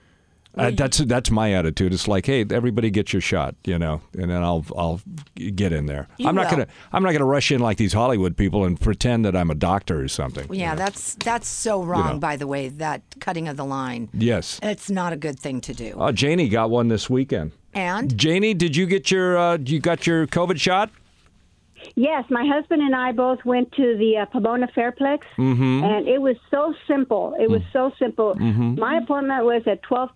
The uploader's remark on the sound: Listeners who have gotten their first or second dose call in to share their experiences!